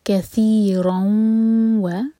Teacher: تنوین کے بعد واو، تو یہ ادغام غنہ کے ساتھ